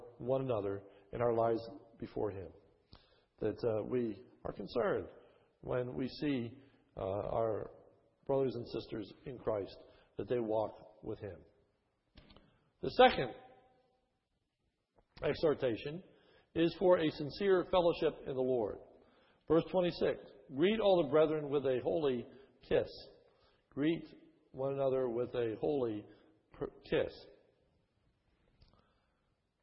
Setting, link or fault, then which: setting, large echoing room